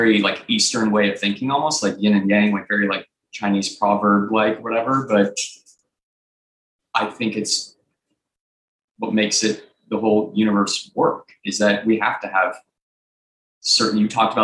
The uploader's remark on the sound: From one of our weekly Live Zoom calls with the 10,000 NOs Insiders Community.